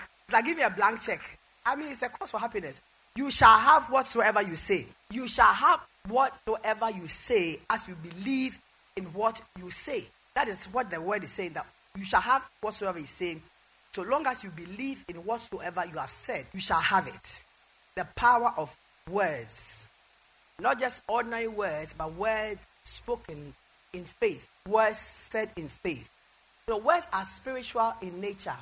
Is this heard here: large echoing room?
yes